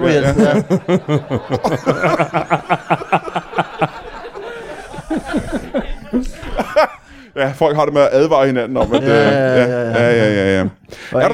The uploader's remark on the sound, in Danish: LIVE fra Kalundborg.